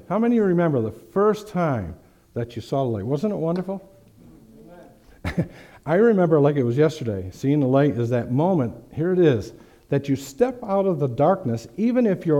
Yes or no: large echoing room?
yes